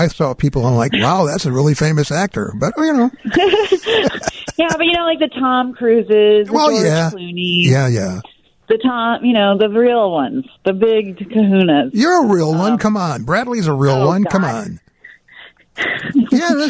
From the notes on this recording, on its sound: join us via the phone live from California